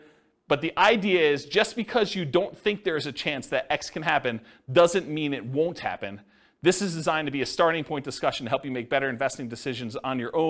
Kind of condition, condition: setting, live audience